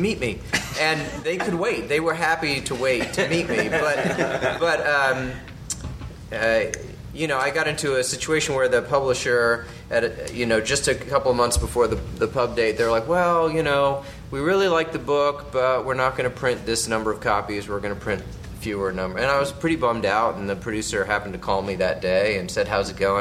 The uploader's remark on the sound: The "Stages of TV Writer" panel from the ATX Television Festival.